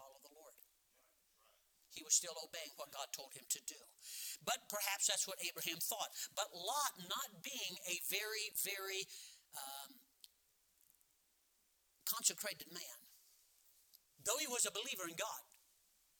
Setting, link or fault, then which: setting, large echoing room